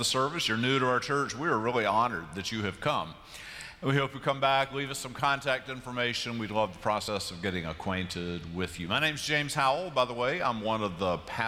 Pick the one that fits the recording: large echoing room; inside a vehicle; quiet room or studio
large echoing room